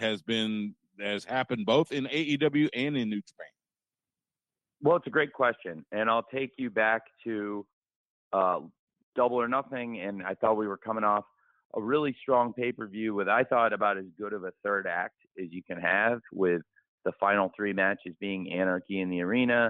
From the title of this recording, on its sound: Media Conference Call